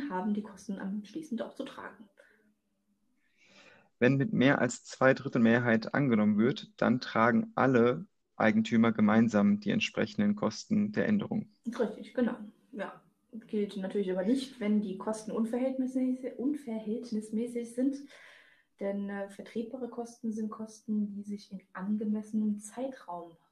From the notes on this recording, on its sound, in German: Ich hatte eine erfolgreiche Zeit auf der Intercharge Networking Conference und entschuldige daher die Soundqualität sowie mögliche Missverständnisse die durch die Aufnahme übers Internet passieren.